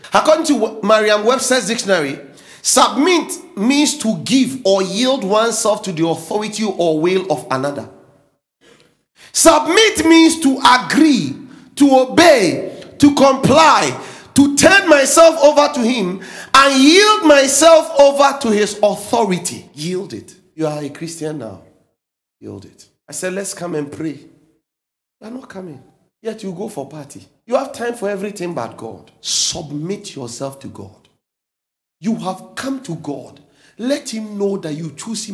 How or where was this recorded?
large echoing room